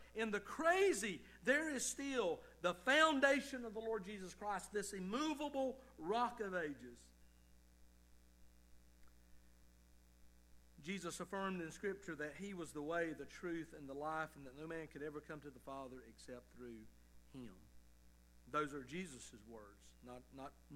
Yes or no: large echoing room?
yes